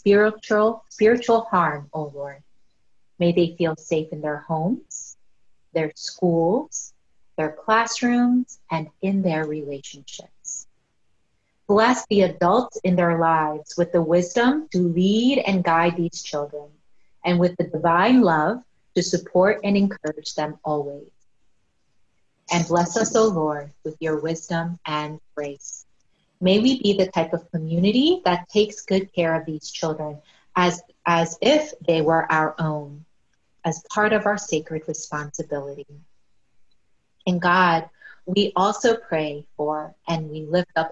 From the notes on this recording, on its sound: Our zoom streamed service